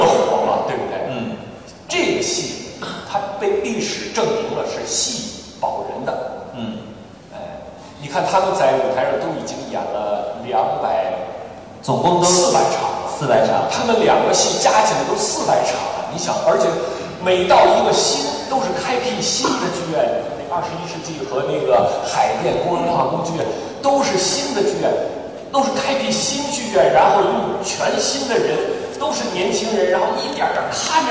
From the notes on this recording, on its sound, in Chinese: 我现在呢是在北京喜剧院，也就是国家大剧院的第5剧场